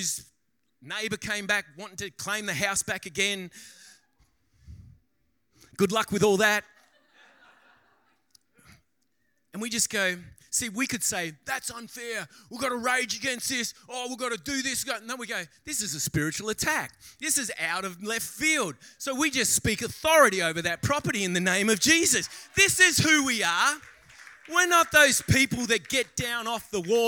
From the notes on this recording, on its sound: During the 10am service.